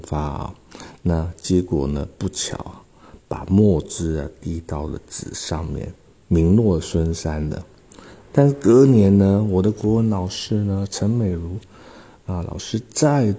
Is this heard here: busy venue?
no